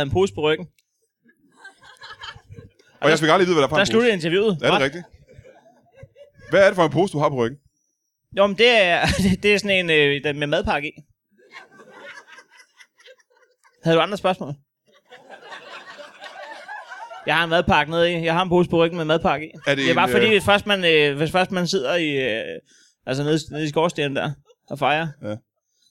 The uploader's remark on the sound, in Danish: LIVE fra Odsherred